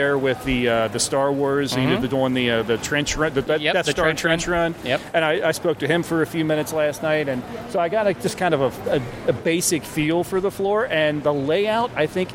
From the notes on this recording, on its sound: Cincinnati Comic Expo 2023. Report from the 2023 Expo floor and bring you some excerpts from a few of the Q&As.